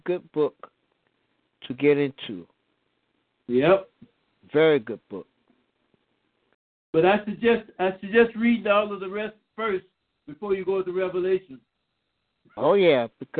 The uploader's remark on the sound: your phone calls